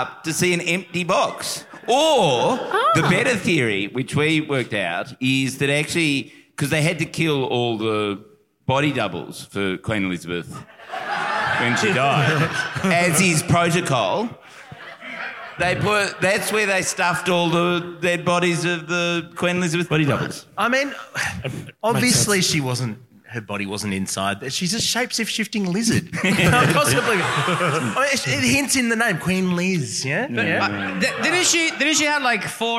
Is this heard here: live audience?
yes